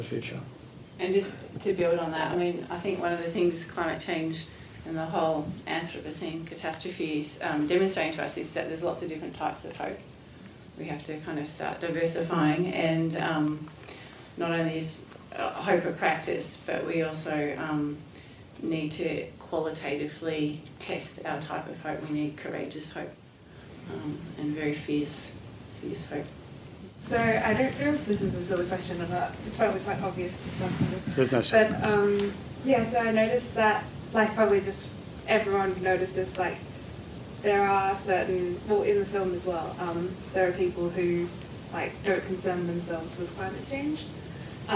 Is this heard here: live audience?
yes